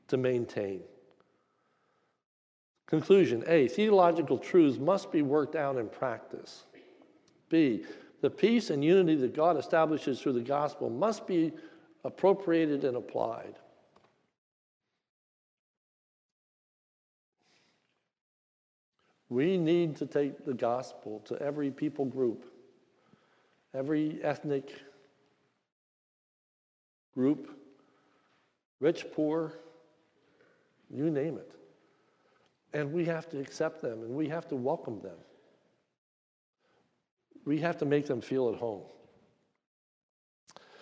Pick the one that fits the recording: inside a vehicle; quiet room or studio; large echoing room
large echoing room